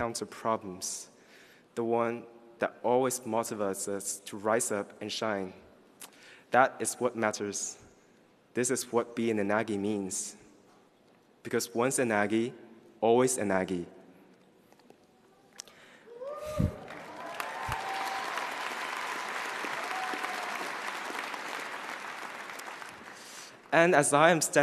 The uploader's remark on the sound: gives the student address at the UC Davis College of Agriculture and Environmental Sciences AM commencement on June 15, 2018